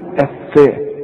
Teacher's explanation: الفاء دي مرققة ولا مفخمة؟ مرققة دائما، هنقول الفاء ما نقولش الفاء.